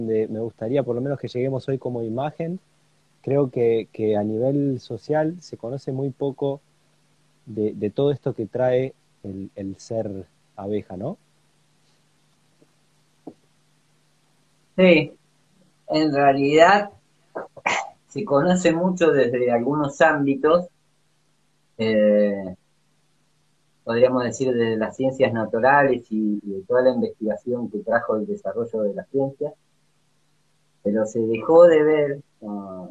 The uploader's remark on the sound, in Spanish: Audio de la charla en vivo por Instagram